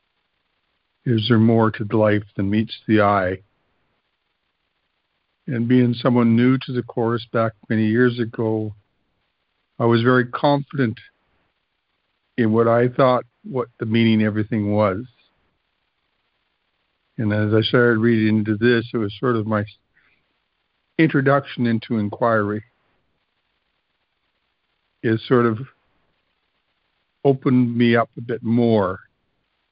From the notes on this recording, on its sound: ACIM Daily Conference Call